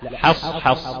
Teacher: حاء مرققة بعدها صاد مفخمة